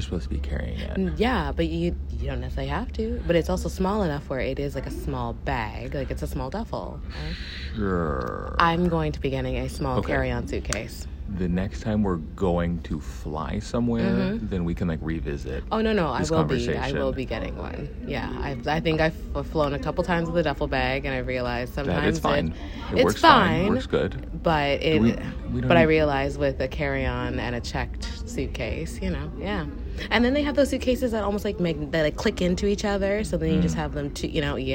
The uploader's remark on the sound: We recorded a short one huddled in a corner at Vancouver airport